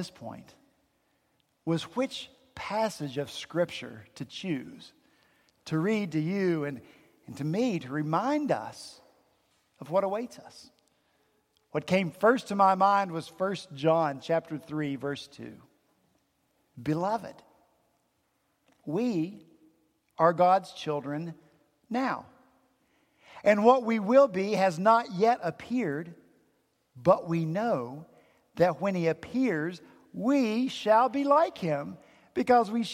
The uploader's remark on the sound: At Redeemer Presbyterian Church in Charleston, SC